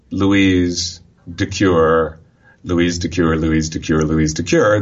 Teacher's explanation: that's a pattern of alternation which is starting unstressed